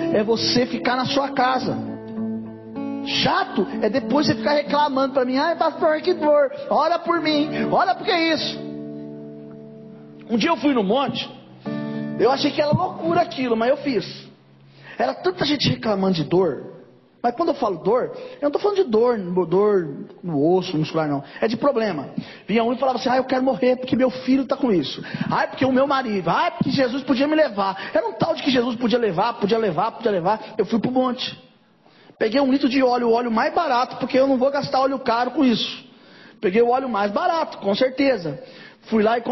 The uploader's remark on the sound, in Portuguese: Mensagem gravada em 21/05/2023 - Culto da Família